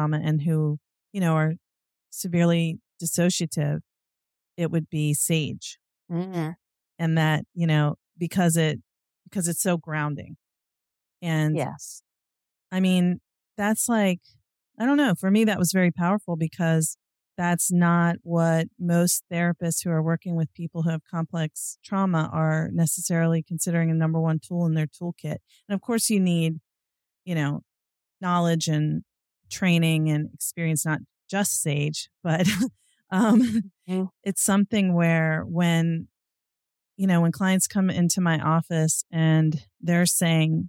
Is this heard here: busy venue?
no